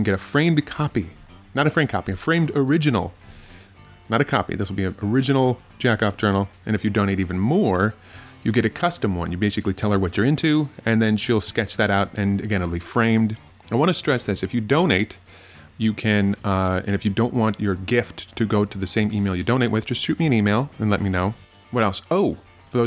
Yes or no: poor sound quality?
no